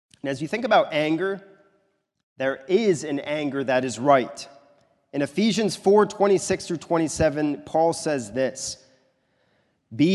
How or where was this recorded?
large echoing room